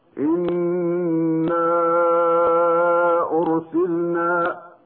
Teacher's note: وقد علمنا أنه ينبغي أن نحرص على إظهار سكون لام الفعل الواقعة قبل النون، وعلى غنة النون المشددة قبلها هكذا: إنا أرسلنا.